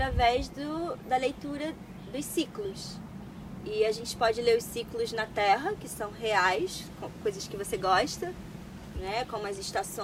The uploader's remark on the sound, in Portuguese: Conversa gravado no celular que quis dividir. Claro me desculpando mou não pela qualidade do audio.